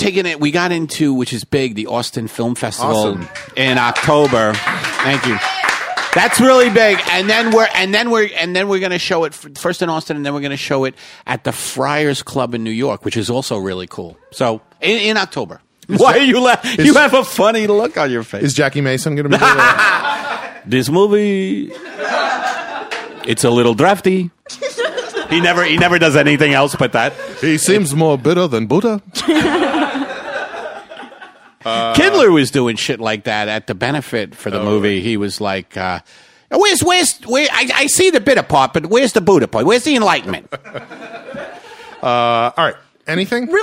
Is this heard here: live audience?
yes